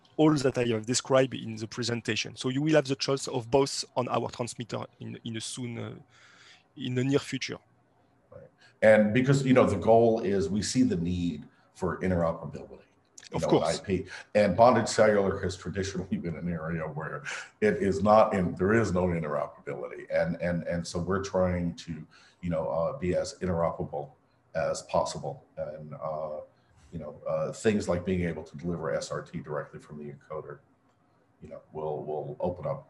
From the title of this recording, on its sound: Webinar Recording